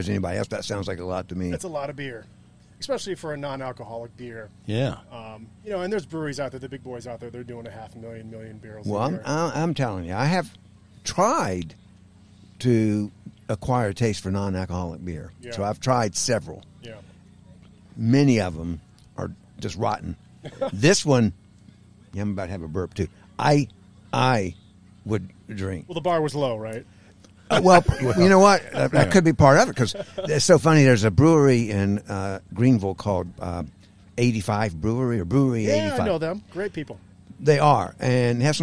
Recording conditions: outdoors